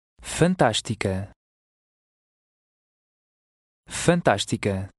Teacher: Remember the S has a SH sound